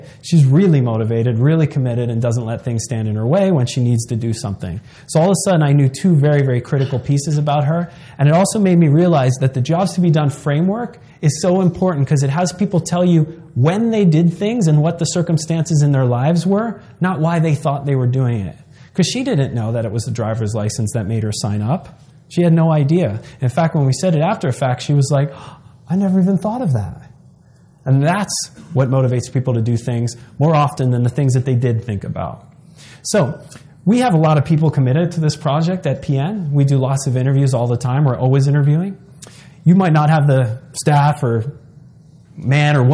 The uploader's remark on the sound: In this seminar—recorded live in Long Beach, California.